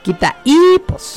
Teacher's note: Y que hay una H intermedia entre el quita y hipos, pues obviamente la vocal que se pronuncia con más fuerza y es la I, por lo tanto tenemos un hiato de vocal débil y tiene que llevar tilde, quita hipos.